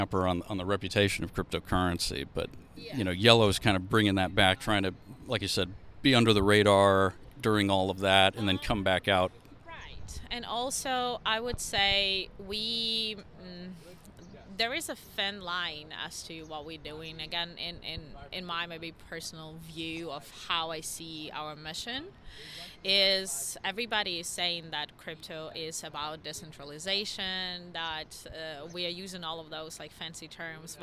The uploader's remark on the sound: Live from Consensus 2023!